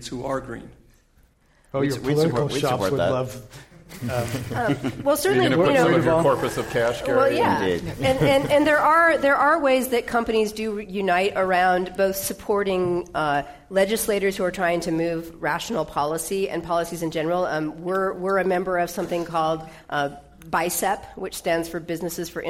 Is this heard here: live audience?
yes